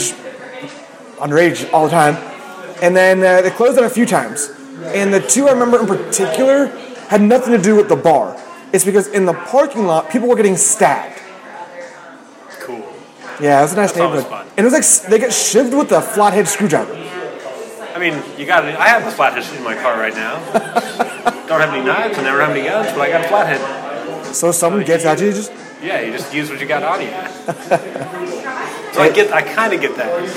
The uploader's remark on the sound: record live in Claimstake Brewery